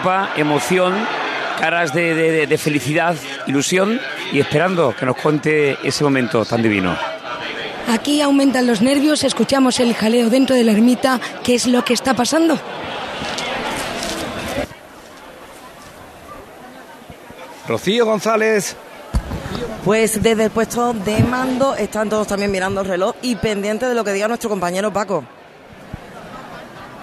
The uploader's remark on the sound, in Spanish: Programa especial con la retransmisión del tradicional 'Salto de la Reja' que inicia la procesión de la Blanca Paloma. En directo desde la aldea almonteña.